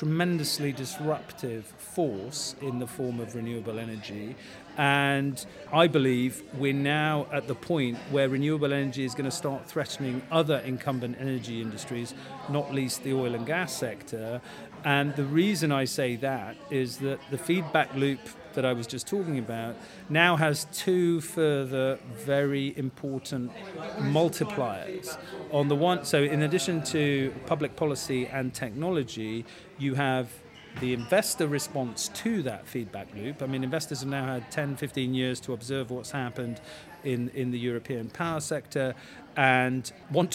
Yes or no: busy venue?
yes